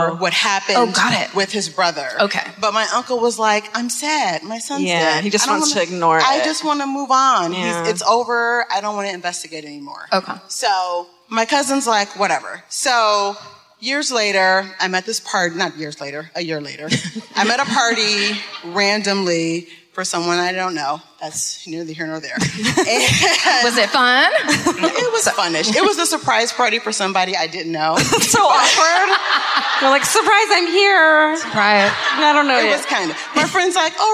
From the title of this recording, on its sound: Live at the Fillmore in Detroit, MI (2017)